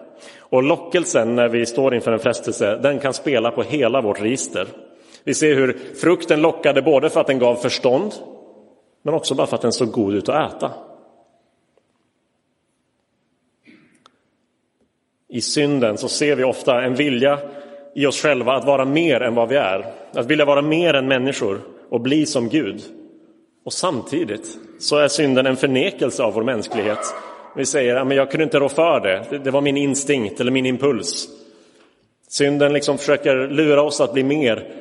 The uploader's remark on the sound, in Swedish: Inspelad i Roseniuskyrkan den 26 februari 2023.